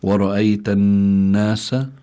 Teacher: النون هون نون مشددة، النون المشددة تغن دائما كما قال بعض أهل العلم، قالوا وغن ميما ثم نونا شددا وسمي كلا حرف غنة بدا. · Term: الغنة